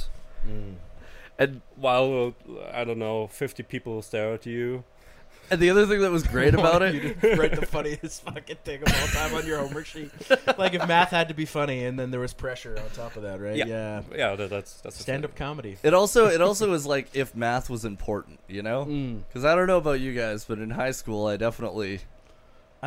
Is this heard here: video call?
no